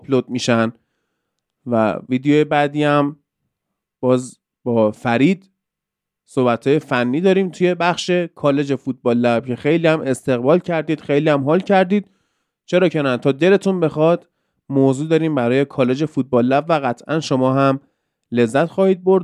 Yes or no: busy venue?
no